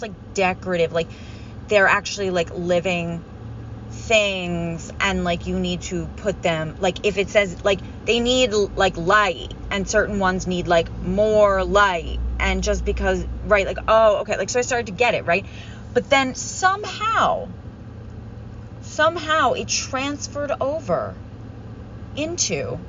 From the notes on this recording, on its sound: Grieving alone in my car.